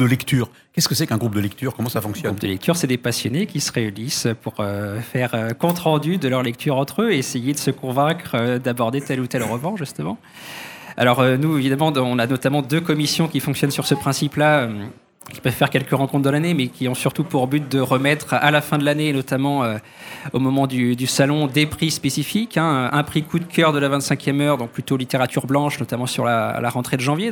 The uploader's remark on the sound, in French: Sur les radios de la FRAMA en direct du salon du livre samedi 1er octobre 2022.